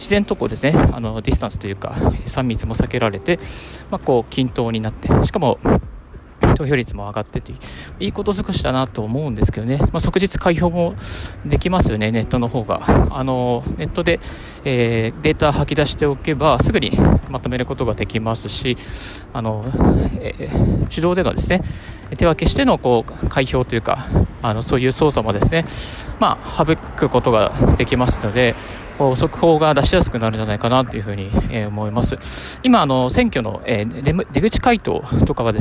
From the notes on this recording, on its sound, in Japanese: 歩きながらラジオ配信